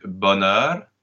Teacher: in the word bonheur, we have EU followed by R, and the R is pronounced, so it will be an OE.